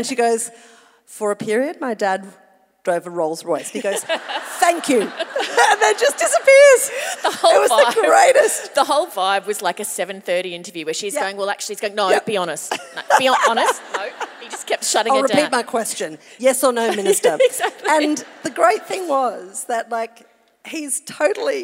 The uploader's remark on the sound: The Chat 10 Looks 3 live show at Hamer Hall, Melbourne.